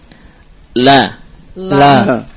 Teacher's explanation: Lam keluar dari tepi lidah atau dalam bahasa Arab hafatu al-lisan. Tepi lidah bagian depan, hafatul lisan al-amamiyah.